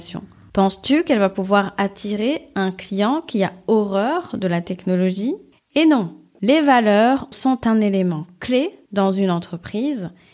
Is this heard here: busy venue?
no